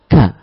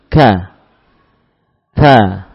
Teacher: Lepasnya huruf sifat hams beriringan dengan harokat pada kaf.